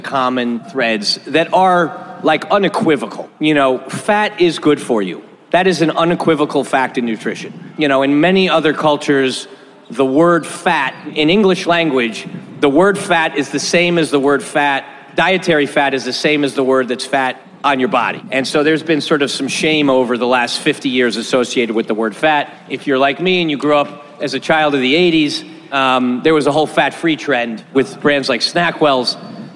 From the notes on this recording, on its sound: This was our first LIVE episode, which we recorded at Cosmic Coffee & Beer Garden in Austin, TX during SXSW.